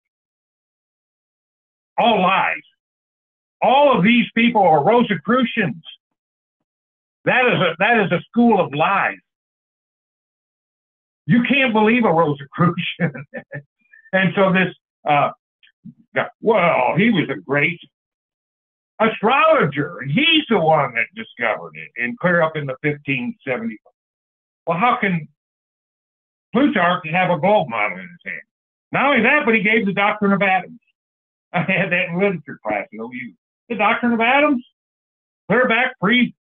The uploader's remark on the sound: Call In Bible Study